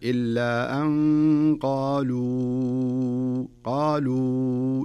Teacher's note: الواو من الشفتين وليس من الخيشوم